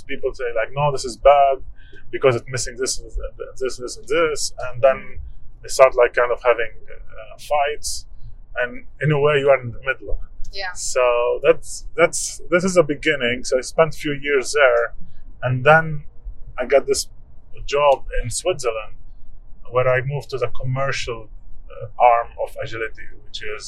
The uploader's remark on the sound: We recorded the session during a car ride through Basel, Switzerland.